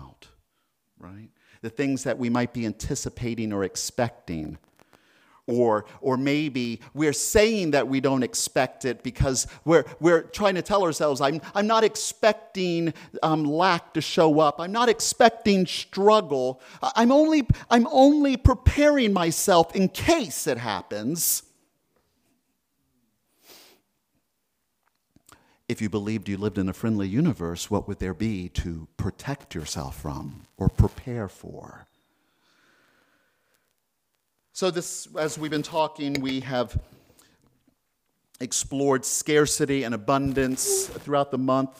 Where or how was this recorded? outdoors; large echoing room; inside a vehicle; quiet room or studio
large echoing room